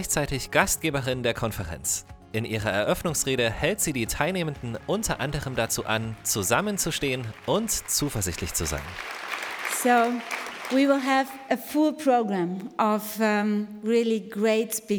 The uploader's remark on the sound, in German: Q BERLIN 2022. Live Aufnahmen und Interviews von der Konferenz.